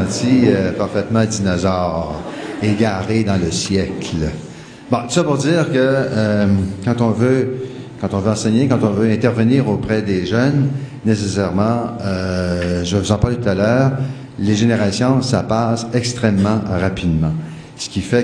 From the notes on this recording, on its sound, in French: Au cours de cette conférence